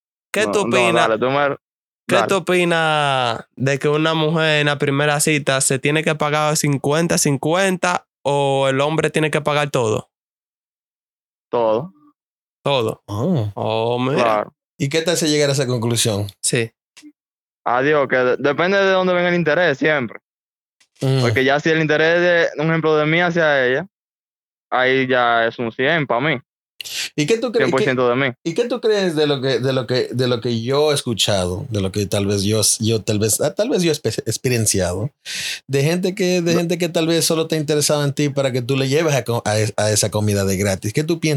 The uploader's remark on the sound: Today we have a sit down with my brother in law and a few friends with an over the phone interview.